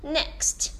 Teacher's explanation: 它呢是两个清辅音，还有一个最后的一个 t 也是一个清辅音，所以后面三个辅音啊是 kst 。但是这个音的一个重音是不是在 ne 上面，对不对？所以是 next，所以不要读成是奈克斯特啊，这样子啊，注意一下是 next。OK，一定要去注意这一点，就是一个单词无论呢它是有多个音节还是单音节，所谓的一个重音节呢其实都是围绕着元音所去啊